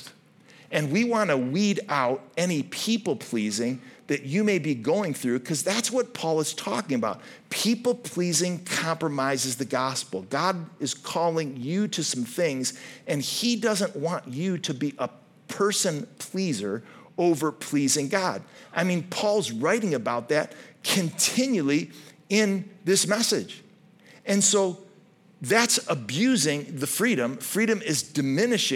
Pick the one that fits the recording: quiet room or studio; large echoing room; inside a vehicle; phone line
large echoing room